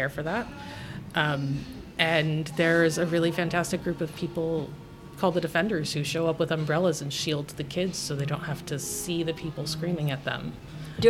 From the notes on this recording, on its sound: This conversation was recorded at Gebhard's Beer Culture Bar. This conversation was recorded at Gebhard's Beer Culture Bar.